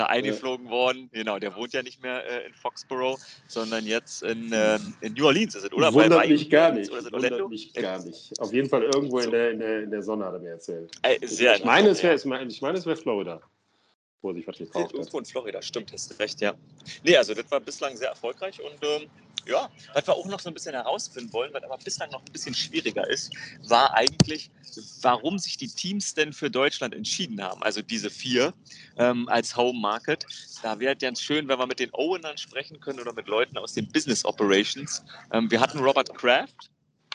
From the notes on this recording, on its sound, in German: Aufzeichnung im Park in Boston